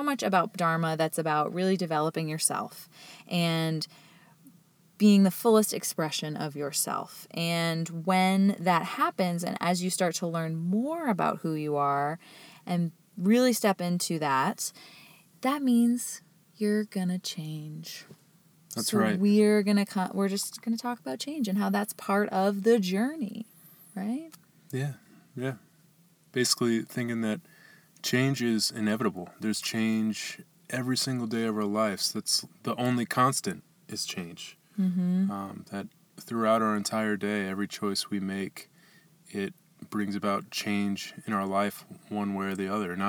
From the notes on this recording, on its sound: Today, we’re coming to you from the van! We’re super excited to share our first podcast recorded inside the dharma mobile.